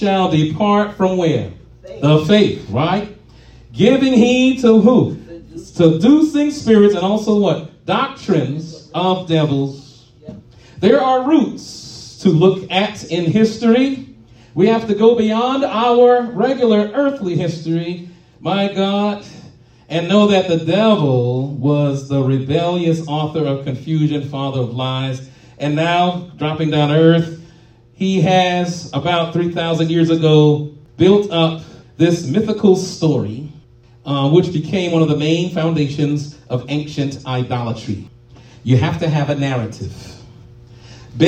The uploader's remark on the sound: live at RACC